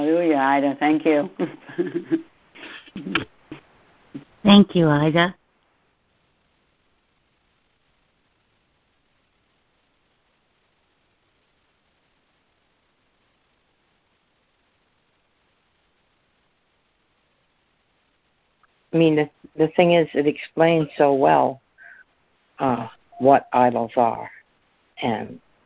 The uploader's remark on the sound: ACIM Daily Conference Call